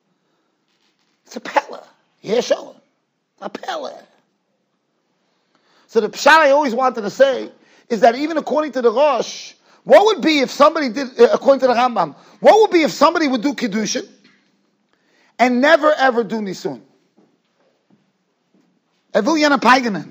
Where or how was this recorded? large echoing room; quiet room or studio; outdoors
large echoing room